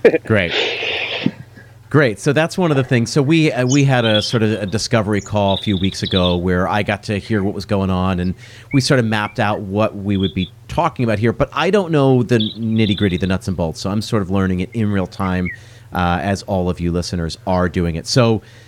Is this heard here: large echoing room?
no